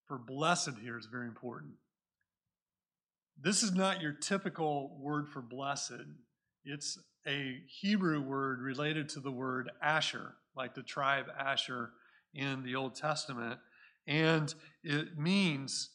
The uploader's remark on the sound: Recorded at Cornerstone Church in Mesa, AZ